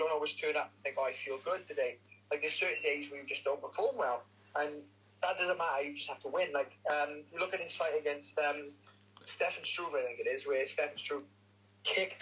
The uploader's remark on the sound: via phone call